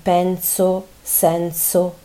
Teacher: A volte N più S si pronunciano come Z